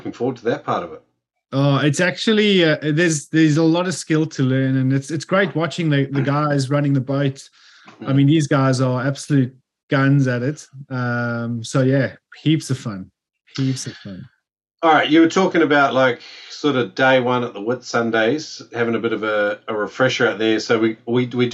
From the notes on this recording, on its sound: We had our info night for the upcoming Whitsundays Spearfishing Retreat with Noob Spearo and Salt Sessions! We invited a bunch of the Noob Spearo community to join us for a zoom call.